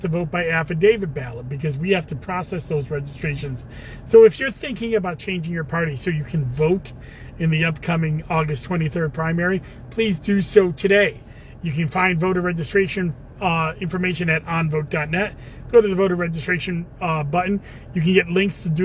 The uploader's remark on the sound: in the car